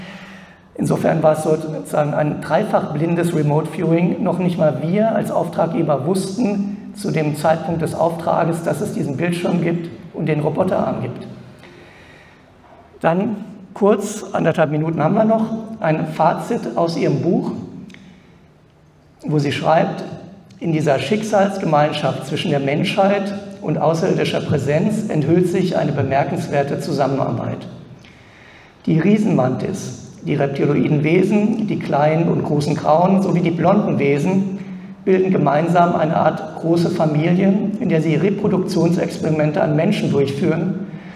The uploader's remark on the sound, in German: Aufzeichnung des Vortrags auf der ALIEN.DE Konferenz. In Frankfurt am Main.